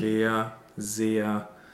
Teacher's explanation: both of these words actually have a long closed e sound, a lowercase e.